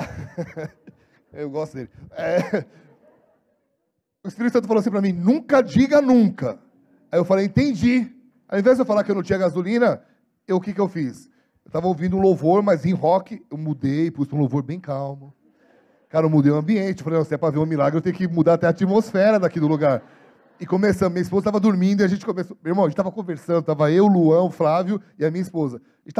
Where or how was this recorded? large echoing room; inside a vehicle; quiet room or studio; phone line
large echoing room